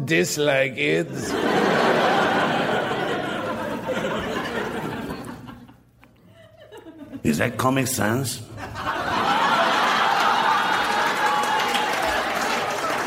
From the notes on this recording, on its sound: Recorded Live 5/2/2011 at Largo, Los Angeles.